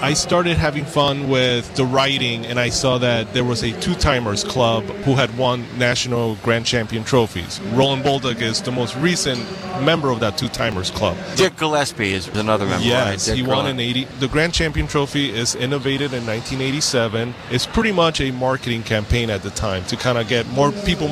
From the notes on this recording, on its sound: In a safe area within the driving course.